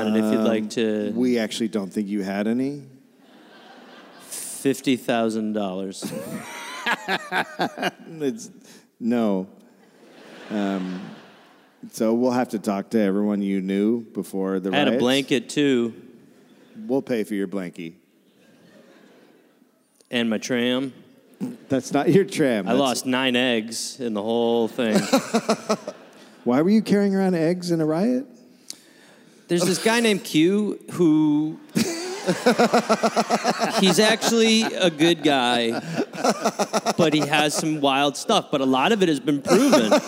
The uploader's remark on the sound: Recorded at Hamer Hall live in Melbourne